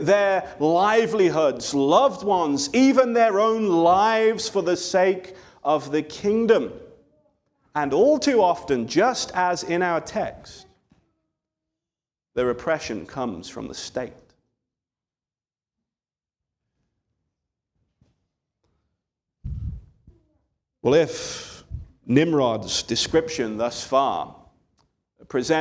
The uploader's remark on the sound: This sermon was delivered on October 22, 2023 at Antioch Presbyterian Church, a mission work of Calvary Presbytery of the Presbyterian Church in America located in Woodruff, South Carolina.